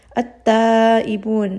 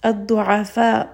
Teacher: you can hear in all of these cases we are dropping the lam and we are reading them with idgham shamsiyya, meaning that we're going to go ahead and move straight on to the next letter.